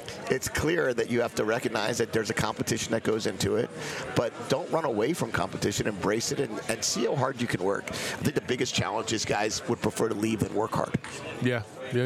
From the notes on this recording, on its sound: At Pac-12 Media Day and we are LIVE from Las Vegas at Resorts World.